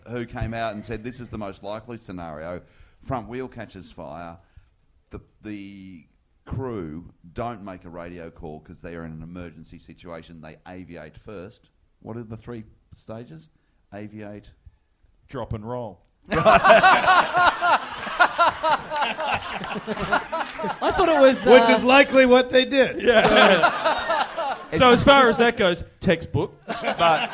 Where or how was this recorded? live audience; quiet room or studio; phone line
live audience